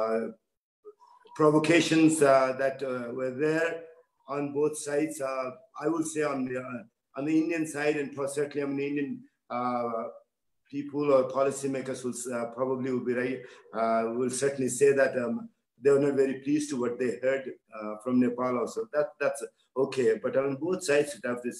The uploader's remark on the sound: IMPRI International Webinar